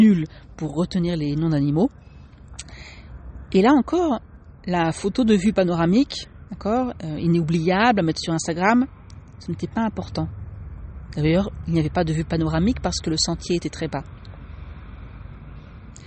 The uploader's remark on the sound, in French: Cette semaine, un épisode un peu atypique, en direct du Québec, enregistré sur mon téléphone et à l'extérieur.